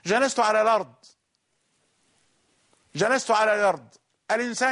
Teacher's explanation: فهو لا ينطق الهمزة، يعني يسهل عندما يريد أن يتكلم بسرعة أو يسهل لنفسه الكلام، فهي طبيعة عربية فصيحة نزل بها القرآن أيضا. · Term: يسهلون